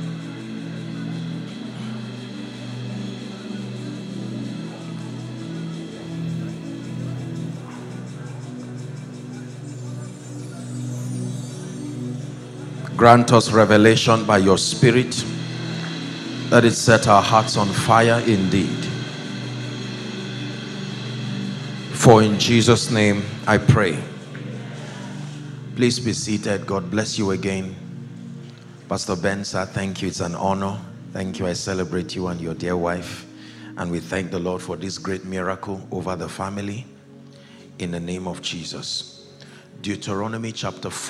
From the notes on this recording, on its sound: The first day of the 6th Annual International Prayer Conference